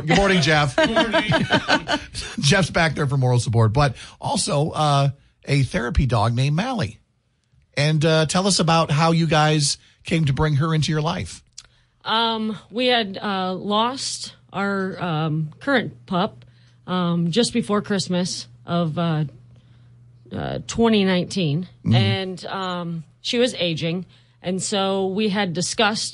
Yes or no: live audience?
no